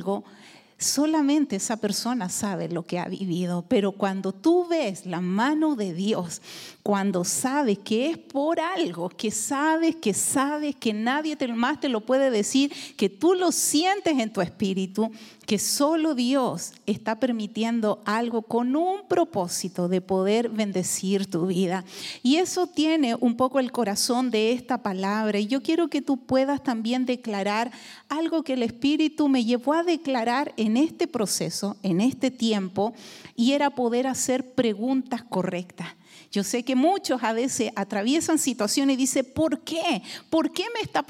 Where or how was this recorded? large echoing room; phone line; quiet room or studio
large echoing room